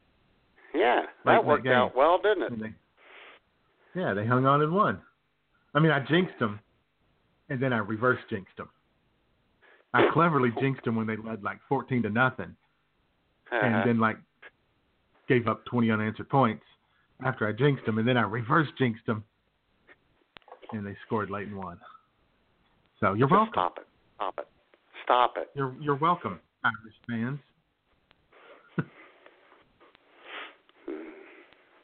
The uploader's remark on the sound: your creepy phone calls